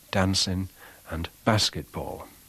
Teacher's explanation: you can hear the short vowel of words like bath in the items dancing and basketball